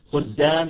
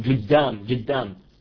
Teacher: وبعضهم مثلا يلفظها جيم، القاف جيم · Shown in: second take